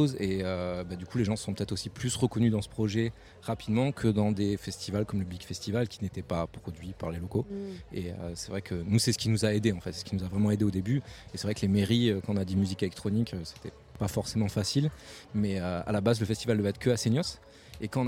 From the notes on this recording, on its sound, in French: Ce week-end on est en territoire Landais au Little Festival. Ce week-end on est en territoire Landais au Little Festival pour quelques jours a se mettre au vert (ou pas).